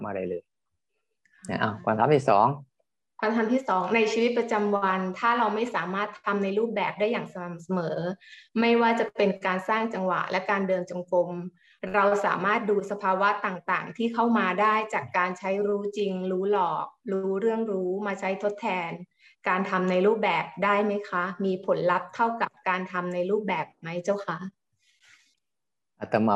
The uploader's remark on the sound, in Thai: เป็น 1 ใน 3 คอร์สออนไลน์ (ผ่านโปรแกรม Zoom).